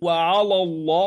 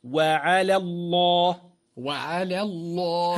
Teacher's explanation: يجب المحافظة على ترقيق لام على، وهي الأولى، لئلا تفخم من أجل التفخيم الذي بعدها في لام اسم الجلالة الله · Shown in: second take